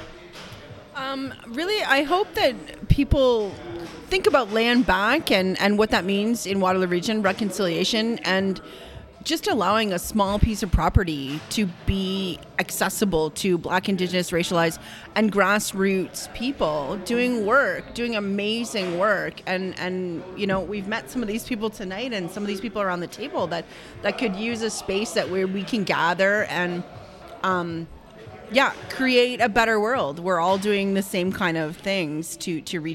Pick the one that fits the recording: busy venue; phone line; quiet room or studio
busy venue